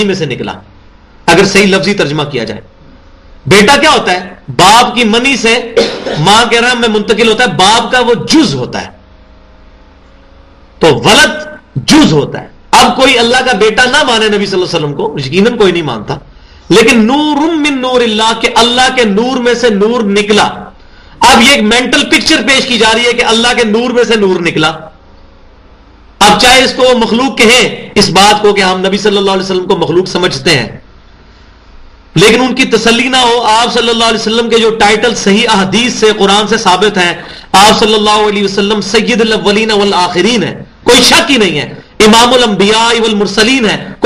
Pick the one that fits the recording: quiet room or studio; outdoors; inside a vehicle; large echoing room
large echoing room